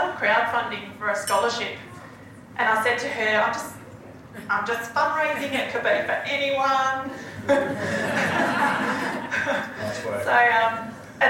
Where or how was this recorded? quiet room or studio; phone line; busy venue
busy venue